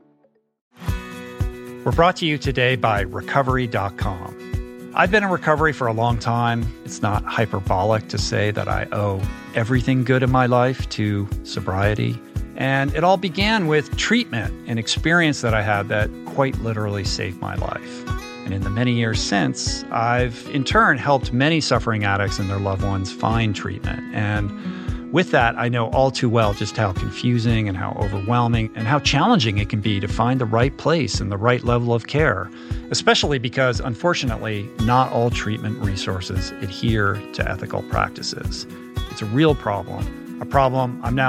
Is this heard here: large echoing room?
no